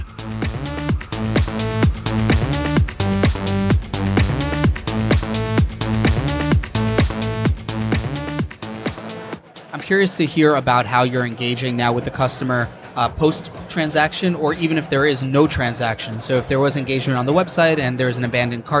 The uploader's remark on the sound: recorded at Online Retailer Conference & Expo 2018